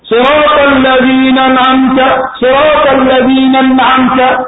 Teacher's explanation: And some of them, in an'amta, in al-ladina an'amta, they drop the hamza of an'amta. They say, صراط الذين أنعمت صراط الذين أنعمت no همزة صراط الذين أنعمت and that is wrong.